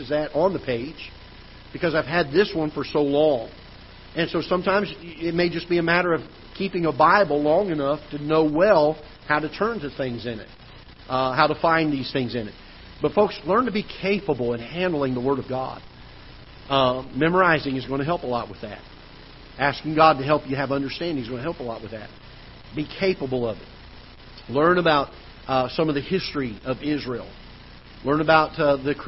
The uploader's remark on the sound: Ketha Heights Baptist Church ~ Live Broadcast